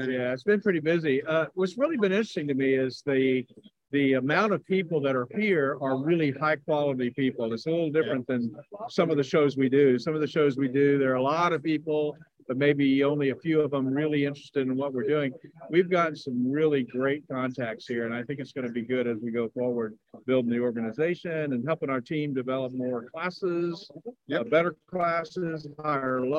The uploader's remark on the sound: A collection of training segments, interviews and more, live from the Experience Convention in Fort Lauderdale FL May 2023.